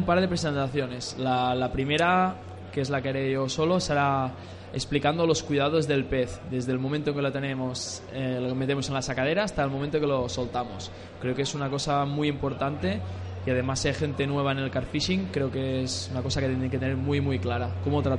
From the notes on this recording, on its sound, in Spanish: desde Carpmadrid en Directo